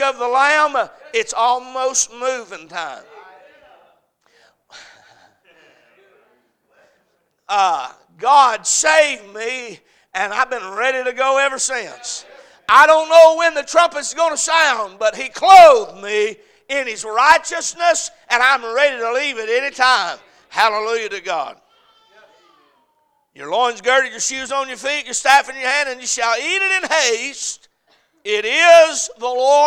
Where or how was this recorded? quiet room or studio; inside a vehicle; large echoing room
large echoing room